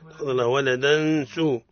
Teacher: التنوين متتابع بعده حرف السين، حكمه الإخفاء مع الغنة